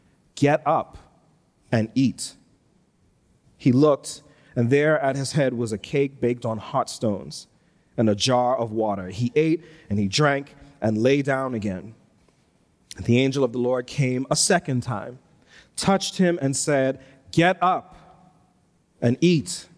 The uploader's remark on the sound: Recorded live on Sunday, February 6, 2022, at New Providence Community Church.